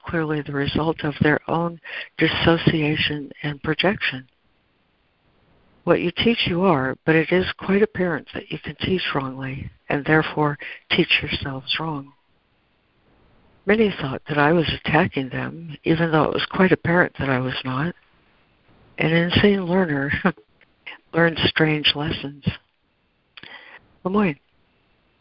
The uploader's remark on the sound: ACIM Daily Conference Call